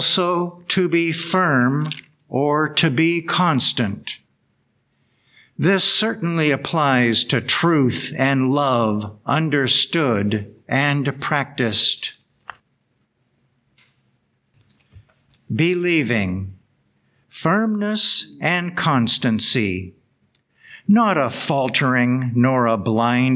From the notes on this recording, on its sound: The Sunday service audio from September 24th, 2023